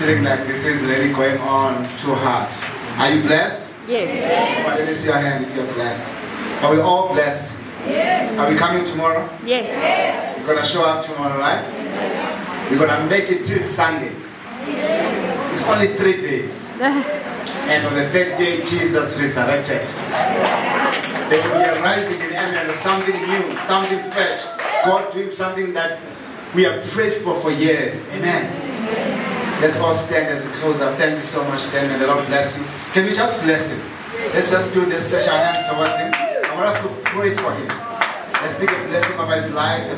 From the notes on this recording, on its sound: Ermelo, South Africa. The recording of the first night of a ground breaking conference.